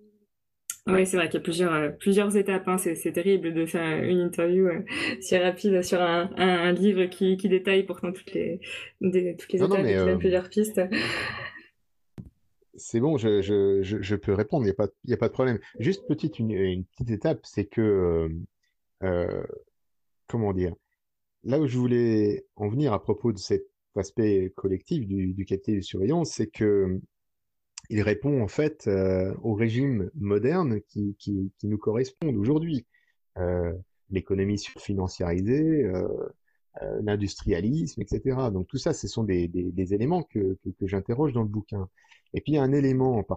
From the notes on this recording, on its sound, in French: Émission enregistrée le 23 avril 2020 sur Mumble, dans le salon La voix est libre du.